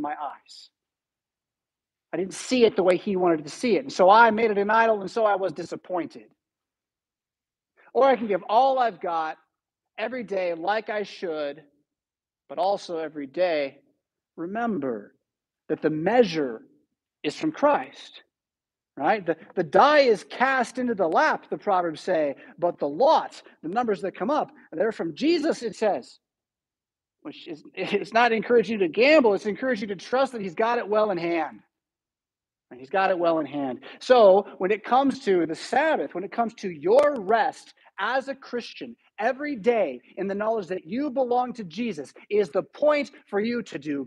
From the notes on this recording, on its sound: Preached at St Paul Lutheran Church , Rockford, Illinois on February 19, 2023.